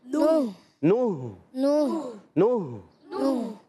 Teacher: हा हलक के नीचे वाले हिस्से से